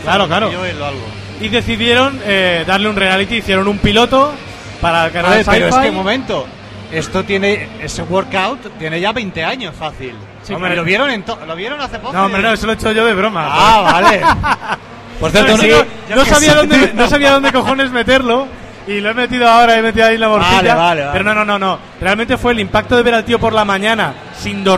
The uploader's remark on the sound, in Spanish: En directo desde Expomanga